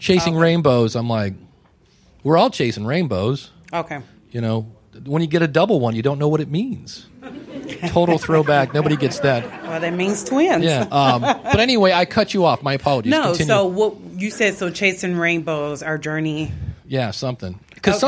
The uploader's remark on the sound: Live at Podfecta Nashville